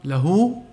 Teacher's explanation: يلاحظ أنه تولدت واو مدية من لفظ هاء الضمير له · Term: مد الصلة